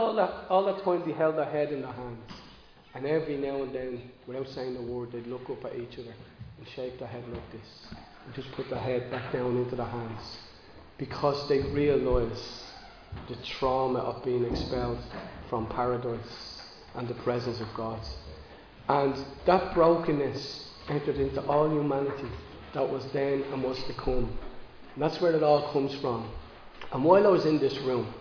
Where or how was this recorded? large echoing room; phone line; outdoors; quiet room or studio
large echoing room